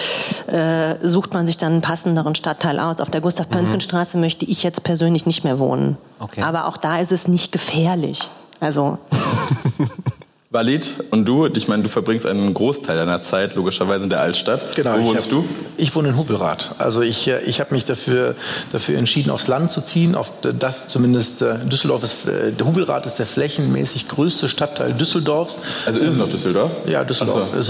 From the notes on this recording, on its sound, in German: Wurde auf der "Langen Nacht der Politik" am 8.11.2019 live aufgezeichnet. In den Fürst&Friedrich Designoffices in Düsseldorf-Friedrichstadt.